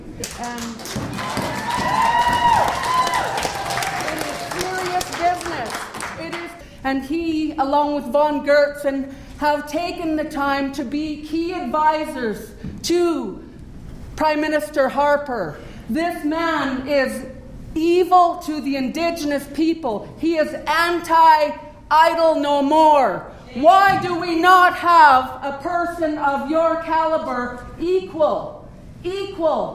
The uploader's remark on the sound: Audio of this speech is available courtesy of an audience member